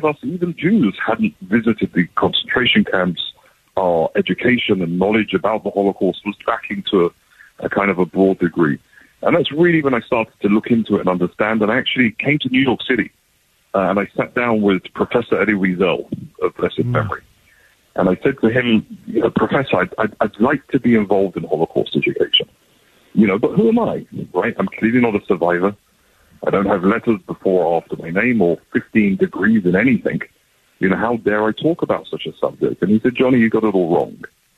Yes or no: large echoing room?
no